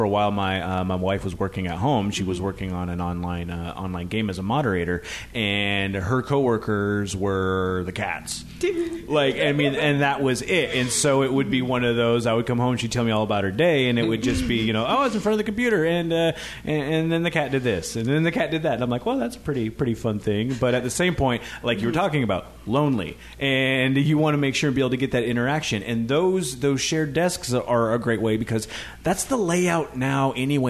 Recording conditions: busy venue